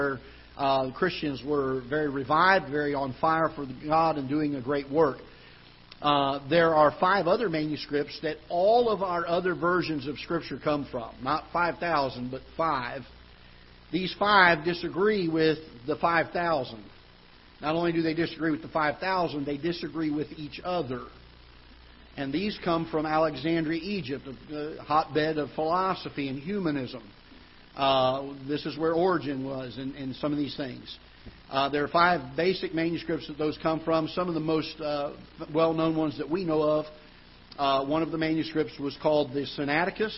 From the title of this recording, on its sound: Ketha Heights Baptist Church ~ Live Broadcast